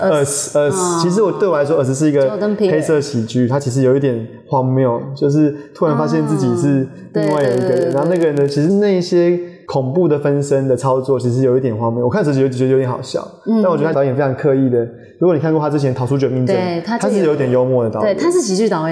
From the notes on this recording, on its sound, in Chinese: 麥克風有些小雜音